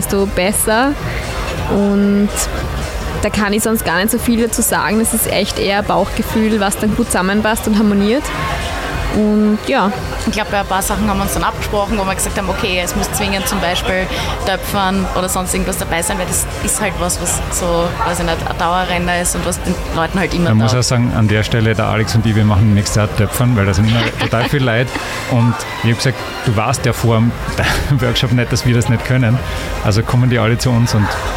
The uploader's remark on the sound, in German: SMASH FESTIVAL 2023. Um die Veranstaltung atmosphärisch bestmöglich einzufangen, haben wir unser mobiles Studio in einer Loge der Kasematten aufgebaut. Man hört aber auch, wie es ist, im Rahmen eines Podcasts hautnah an einem Festival dabei zu sein.